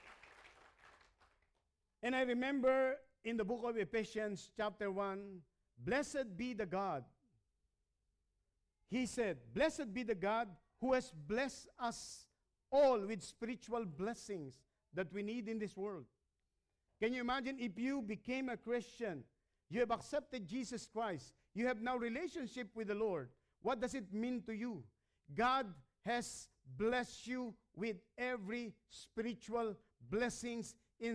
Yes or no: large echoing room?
yes